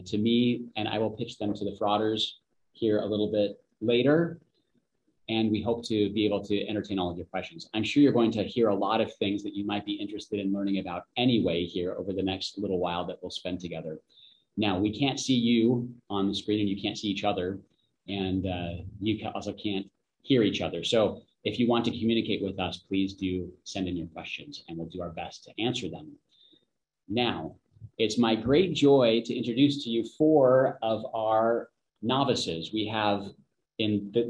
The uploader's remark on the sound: Live Webinar